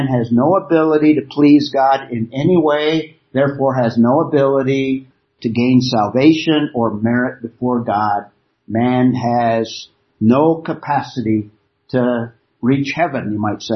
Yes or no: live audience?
no